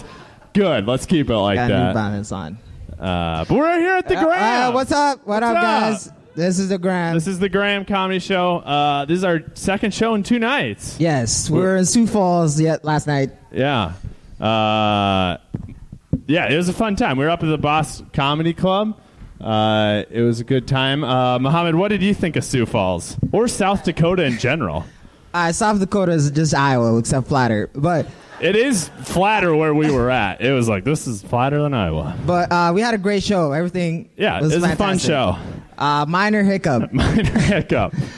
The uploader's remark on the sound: This episode was recorded on 4/5/2019 at Java Joe's in Des Moines, Iowa!